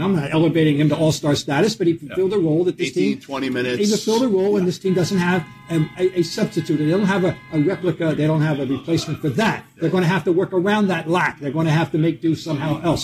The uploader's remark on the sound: The journalists sip some coffee and Sambucca at The Legacy Club of Boston while they casually review each position for the Boston Celtics.